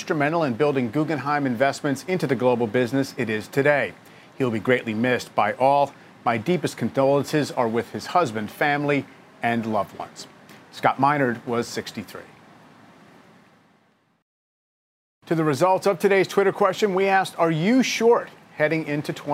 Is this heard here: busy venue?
yes